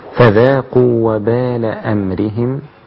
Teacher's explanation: حتى لا تتولد بعد كسرة الراء ياء فتكون أمريهم. لا أمريهم.